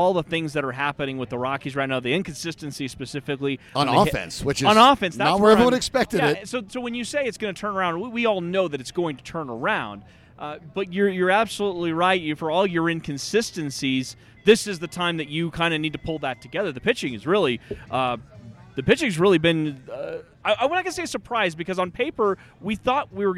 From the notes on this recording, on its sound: recorded live on the rooftop at Tap Fourteen downtown in LoDo